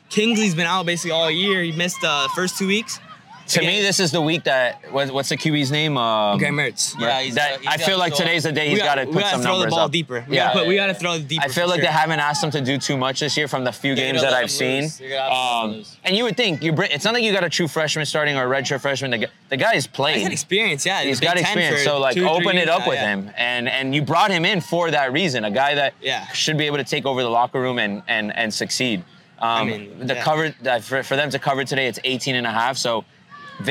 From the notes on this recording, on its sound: Takes on the Swamp for its first ever LIVE experience capturing Gator Growl in Gainesville, FL. Sit live in the middle of the Gator Growl Tailgate Experience.